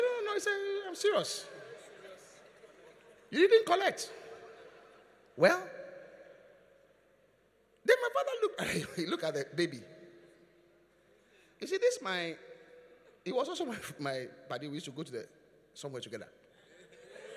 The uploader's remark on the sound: Preached at the Qodesh. Encounter Service.